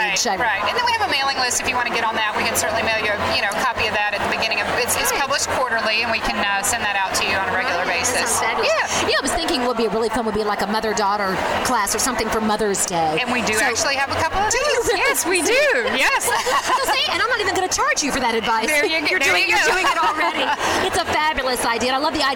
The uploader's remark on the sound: LIVE! from The Pinners Conference in Atlanta!